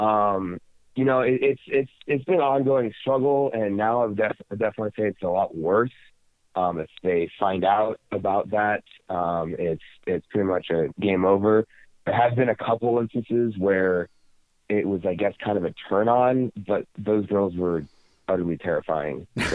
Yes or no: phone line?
yes